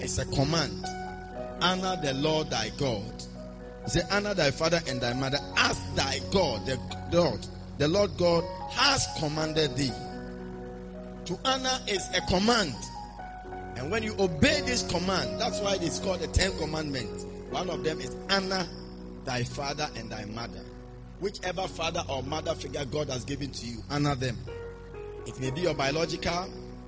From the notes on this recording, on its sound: Preached at the Spiritual Encounter Service.